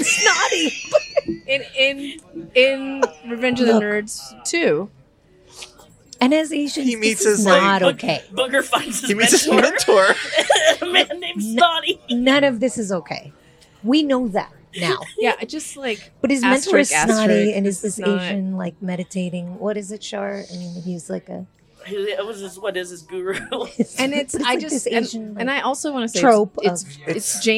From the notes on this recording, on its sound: We're on location at a place that's very near and dear to our hearts, the Reno Public House. We're In Reno! We're on location at a place that's very near and dear to our hearts, the Reno Public House.